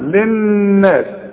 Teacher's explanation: النون لازم تشدد، لازم تغن